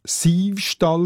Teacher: dass das «Ü» im Säustall zu einem «I» entrundet worden ist, bevor in der Alltagssprache «Sü» zu «Säu» diphthongiert worden ist.